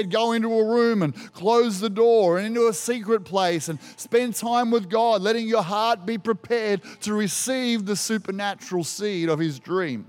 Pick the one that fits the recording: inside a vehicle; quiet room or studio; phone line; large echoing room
large echoing room